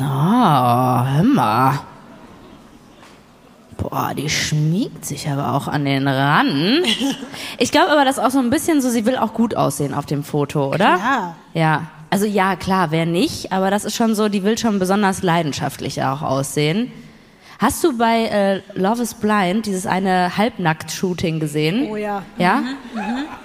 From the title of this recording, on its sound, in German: LIVE in München